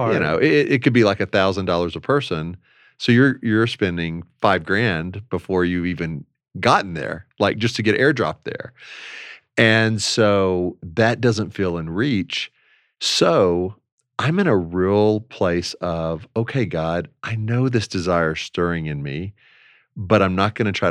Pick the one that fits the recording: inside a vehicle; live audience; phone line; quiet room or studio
quiet room or studio